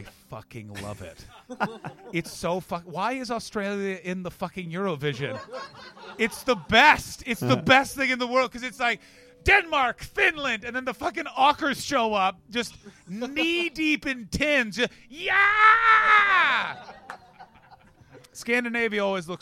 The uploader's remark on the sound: This episode was recorded at Underbelly George Square on 11th August 2018 as part of the Edinburgh Fringe Festival.